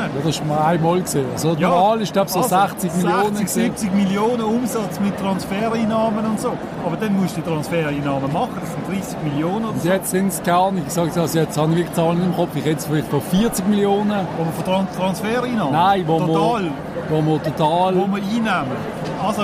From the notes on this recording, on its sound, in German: Diese Folge wurde aufgenommen in der gut besuchten Markthalle in Basel. Und, smart wie wir sind, haben wir den wohl lautesten Tisch im Zentrum des Geschehens ausgesucht. Trotz der Geräuschkulisse.